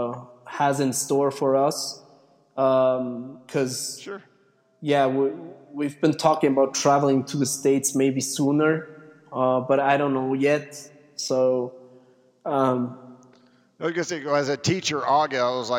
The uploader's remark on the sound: It sounds like I interviewd him in a cave for that hard core journalist effect.